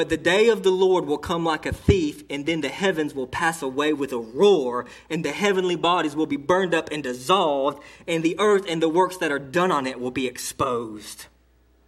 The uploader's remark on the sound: delivered to Cottondale Baptist Church in Eastman, GA